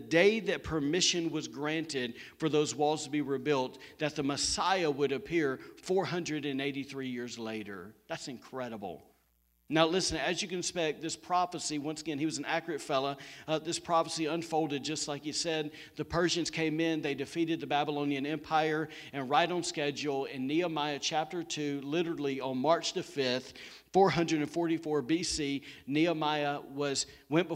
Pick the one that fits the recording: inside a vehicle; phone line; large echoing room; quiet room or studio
large echoing room